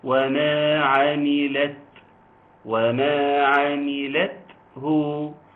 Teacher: حريص على ان اظهار همس التاء